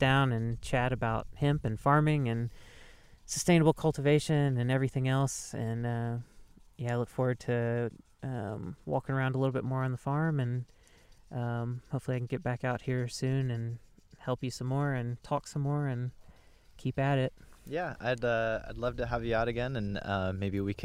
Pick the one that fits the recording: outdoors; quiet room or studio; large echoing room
outdoors